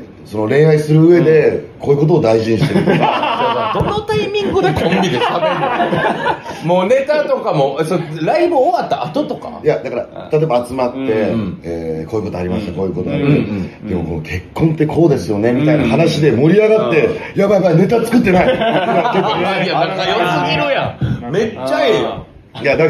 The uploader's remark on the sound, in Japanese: 本編とアフタートークのミックス。公開収録。